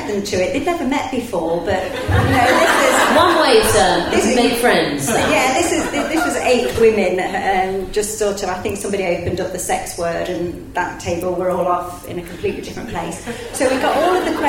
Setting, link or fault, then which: setting, live audience